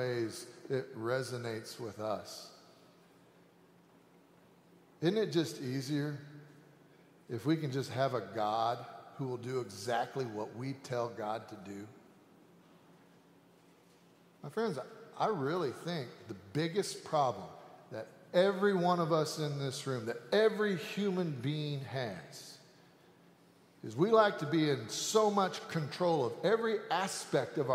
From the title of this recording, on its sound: Sanctuary Service